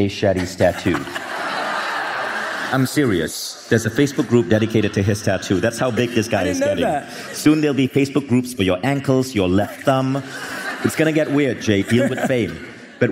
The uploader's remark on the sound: Live from Mindvalley’s stage